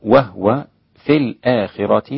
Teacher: وهو بإسكان الهاء وهي لغة عند العرب